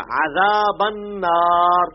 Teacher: اب یہ عذاب النار عین ہے، عزا اور ذال ہے، عذاب اور نون کے اوپر پھر تشدید ہے، غنہ بھی ہوگا